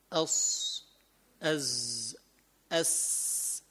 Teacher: طرف اللسان وفوق الثنايا السفلى يخرج الصاد والسين والزاي · Term: حروف الصفير